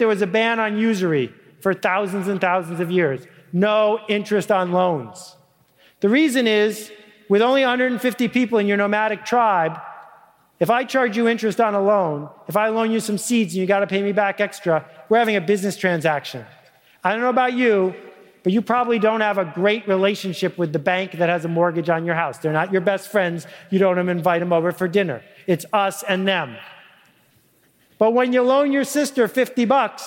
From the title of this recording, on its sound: Live at Catalyst 2010